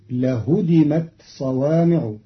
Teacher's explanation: قرأ قالون كلمة لهدمت بتخفيف الدال فتصير لهدمت صوامع بتخفيف الدال، على أنه فعل ثلاثي مجرد.